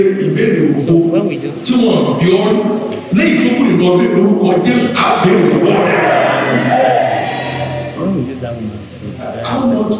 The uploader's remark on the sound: Covenant Champions Global Assembly Live Service